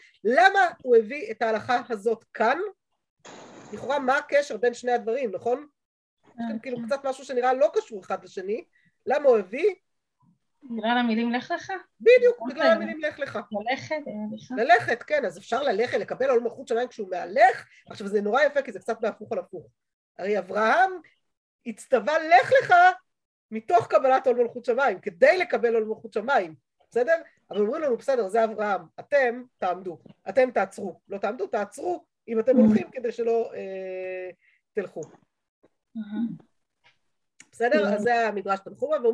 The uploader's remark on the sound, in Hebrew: השיעור הועבר והוקלט בזום בחודש אדר א ה'תשפ"ב.